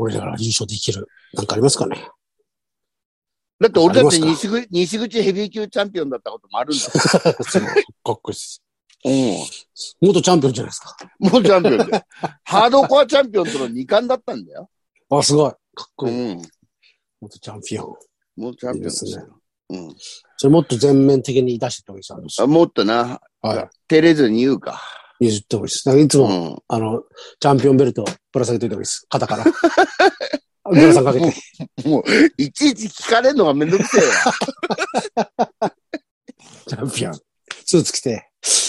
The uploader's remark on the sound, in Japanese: ZOOMで収録